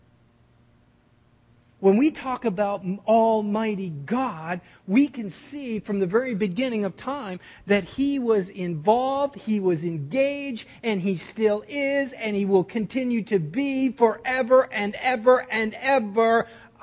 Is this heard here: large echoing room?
yes